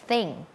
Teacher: เป็นเสียงแบบ unvoicedคือออกมาแค่ลมเราเอาลิ้นเนี่ยมาวางตรงกลางระหว่างฟันบนกับฟันล่าง อย่างนี้เนาะแล้วก็ปล่อยลมออกมาเหมือนเราจะแบบเก็บที่หน้ามันจริงๆอะพ่นลมใส่ไปเลยเดี๋ยวเราลองเอาไปใส่กับคำดูว่ามันจะออกมาเป็นยังไงอะลองไปพร้อมกันเลยนะคะวอร์มก่อนวอร์มก่อน threeเห็นปะคือมันไม่ใช่ถอดธงมันไม่ใช่ threeนะคะ three thanks. Think. I think about somethingอะไรก็ว่าไป I